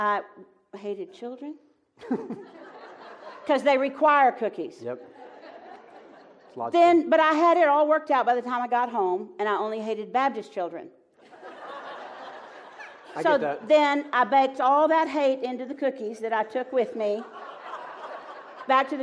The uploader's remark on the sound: Live from Pepperdine